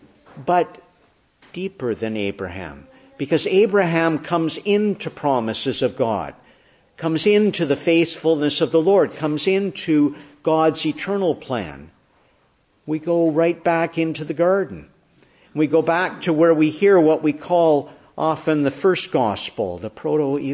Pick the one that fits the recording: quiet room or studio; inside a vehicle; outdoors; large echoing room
large echoing room